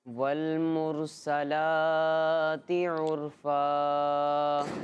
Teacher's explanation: وَالْمُرْسَلَاتِ عُرْفًا، ماشاءاللہ، ادھر دیکھیں، انہوں نے سین کی حرکت کو نہیں کھینچا، لام کی حرکت کو کھینچا، کیونکہ سین پر زبر تھا، ٹھیک ہے، زبر حرکات میں سے حرکات کو کھینچ کے نہیں پڑھتے، اور لام پر کھڑا زبر اور کھڑی حرکات کو ایک الف یعنی دو حرکت کے برابر کھینچ کے پڑھتے ہیں.